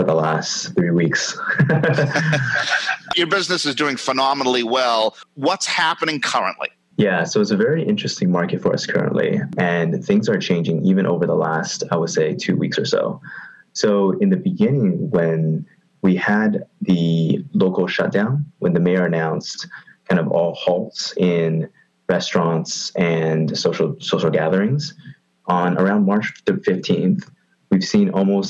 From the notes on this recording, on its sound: via Zoom for social distancing